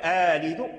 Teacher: فورش أبدل الهمزة الثانية من آلدوا ألفا للتخفيف، لأن النطق بالآليف ليس هو كالنطق بالهمزة، فإذا قلت أآلد